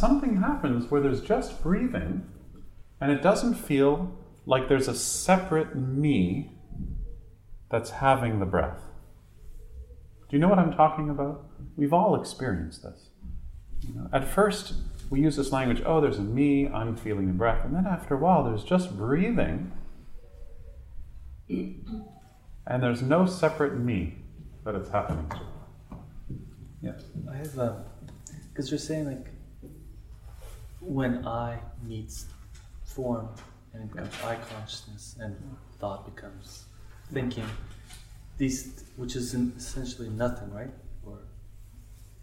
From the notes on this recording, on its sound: Were recorded in front of a small group in Toronto in 2015. Used a large whiteboard to draw diagrams and define terms.